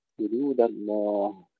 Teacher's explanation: الدال ننتبه إلى ترقيقها جيدا، وقد جاورت اللام المفخمة